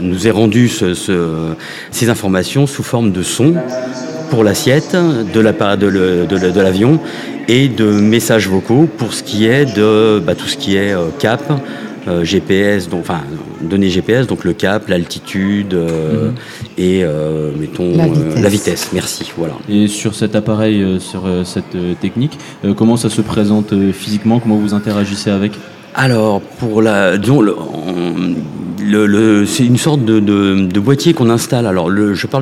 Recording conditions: live audience